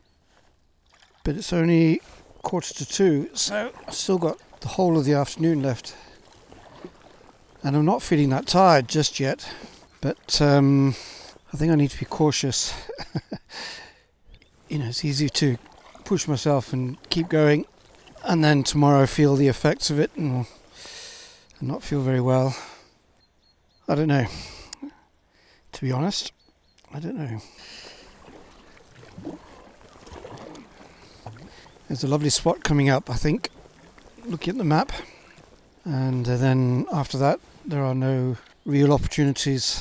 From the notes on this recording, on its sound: I recorded this live on my first full day back at sea after my health scare.